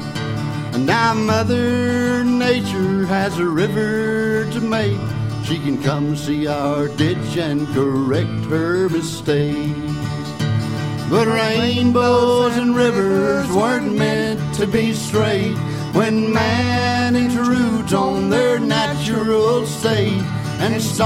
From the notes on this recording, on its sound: 1996 Florida Folk Festival recording by Florida Memory Program, State Archives of Florida.